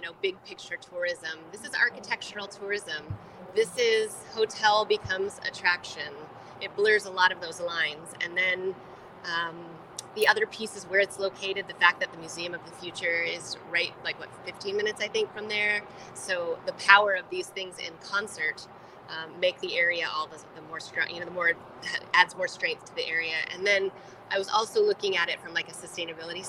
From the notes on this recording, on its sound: Live from Sun Devil Stadium ASU. We were live inside of Sun Devil Stadium.